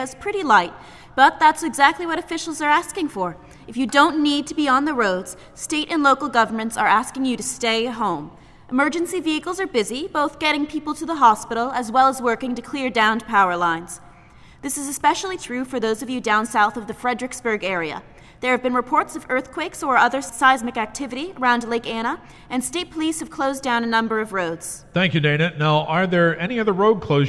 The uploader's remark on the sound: Recorded before a live audience